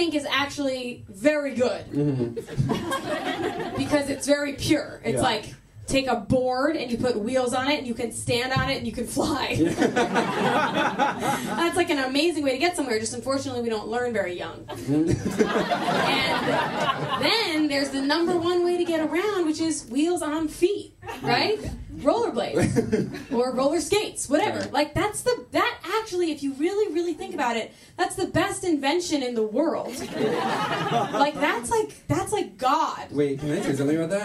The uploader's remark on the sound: Live Show: Cruella Retelling. Our live show!